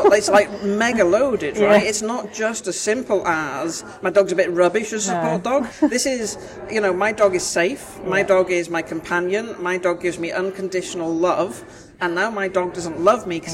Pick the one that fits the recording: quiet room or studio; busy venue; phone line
busy venue